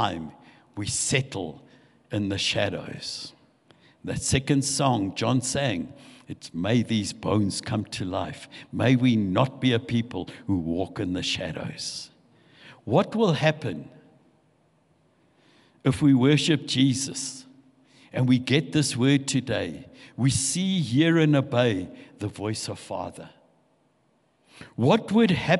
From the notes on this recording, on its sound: This session was recorded live at Venture Church, Fairlands, Johannesburg.